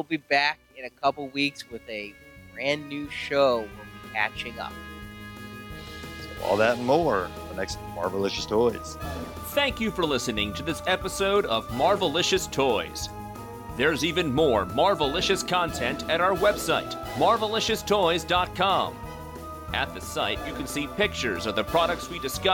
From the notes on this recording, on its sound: Marvel Collecting at San Diego Comic-Con 2016. Recorded live on the floor, plus around the convention.